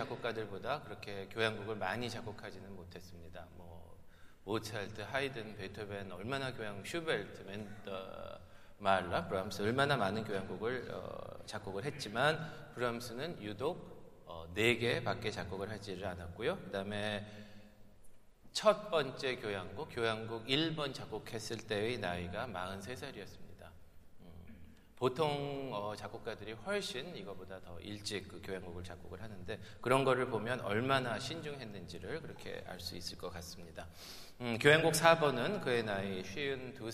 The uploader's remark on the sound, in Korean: 토요콘서트 실황